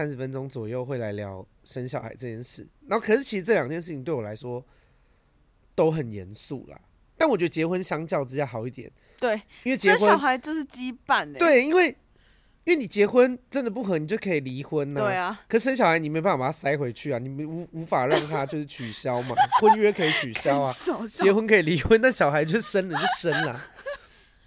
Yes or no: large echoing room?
no